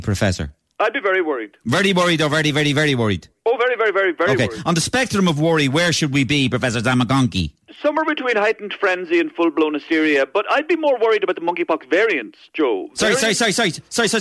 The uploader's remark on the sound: Listeners phoned in in their droves